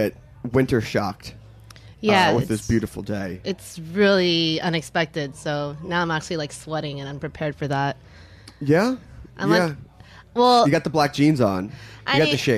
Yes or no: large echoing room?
no